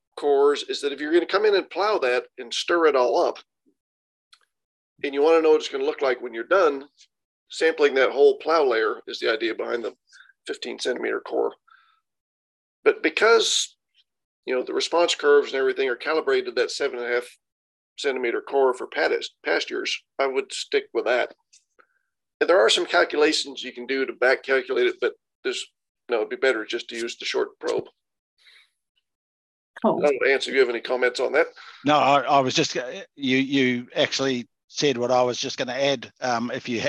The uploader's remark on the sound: Recording of the Beef + Lamb New Zealand Central Otago Farming for Profit Winter Webinar series, June 2023